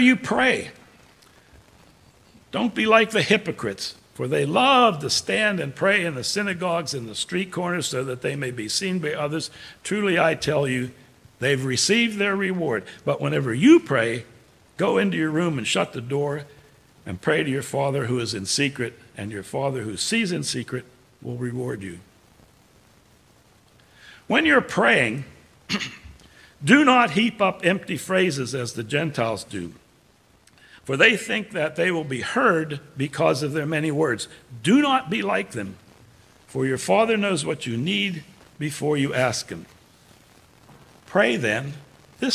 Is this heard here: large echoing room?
yes